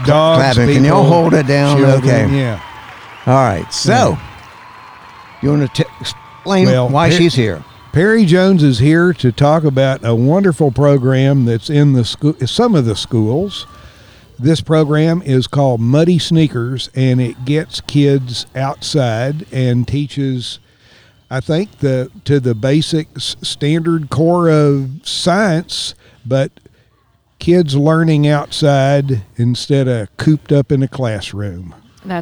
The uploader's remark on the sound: This episode was recorded at Oskar Blues Brewery in Brevard, North Carolina.